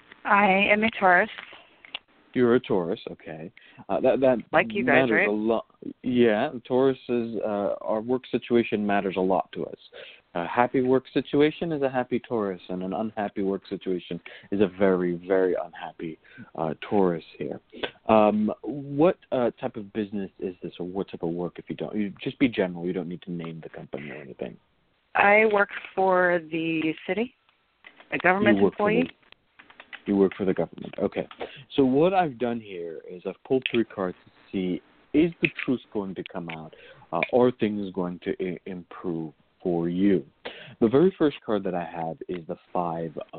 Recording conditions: phone line